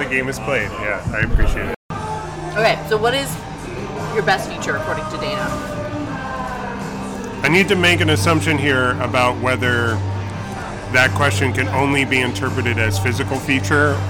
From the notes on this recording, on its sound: Recorded live (to tape) at the Topgolf in Tucson, AZ on February 19, 2023